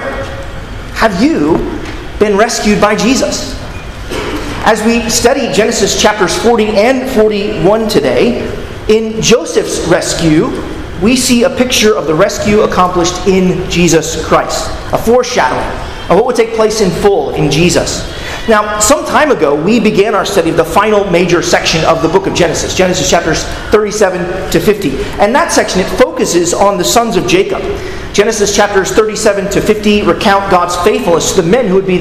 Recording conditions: large echoing room